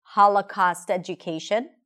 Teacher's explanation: She really slowed down when she said the words Holocaust education. These are big content words and they're absolutely stressed.